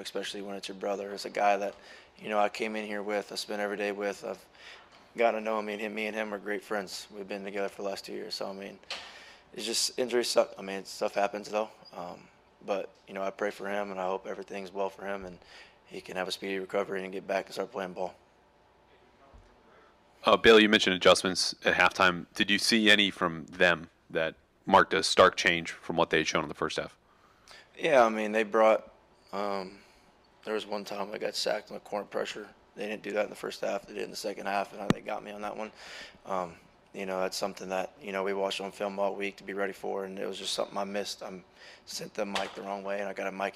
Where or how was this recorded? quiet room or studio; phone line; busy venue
busy venue